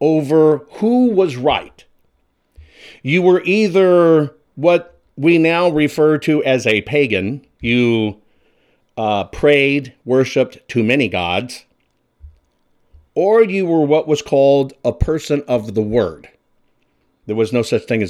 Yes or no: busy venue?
no